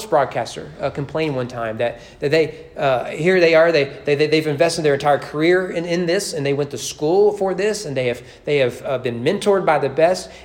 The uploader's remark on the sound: Sermon preached at East Frankfort Baptist Church